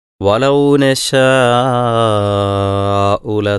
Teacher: അപ്പോൾ ഇവിടെ മദ് മുത്തസിലാണ്, ആറ് ഹറക്കത്തോളം നീട്ടി ഓതണം.